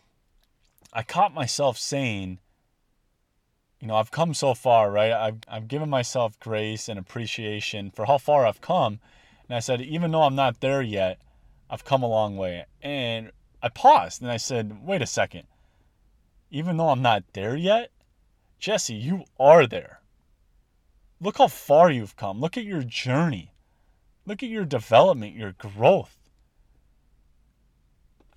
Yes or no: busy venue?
no